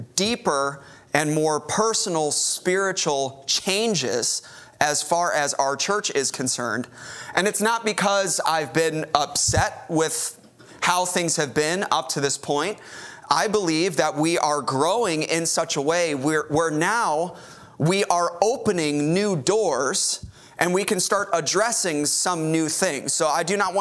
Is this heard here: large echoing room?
yes